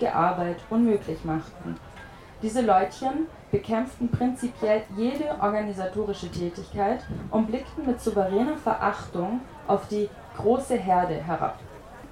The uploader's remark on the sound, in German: Gelesen auf dem Holzrock Festival in Schopfheim.